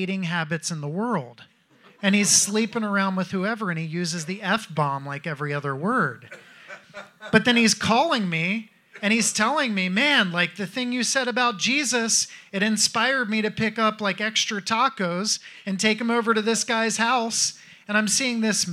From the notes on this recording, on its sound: Creo Conference 2023: Q&A.